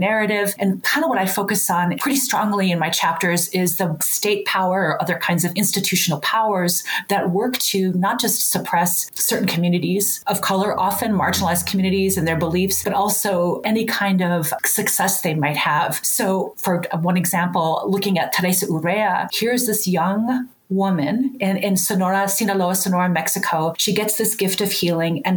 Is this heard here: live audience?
no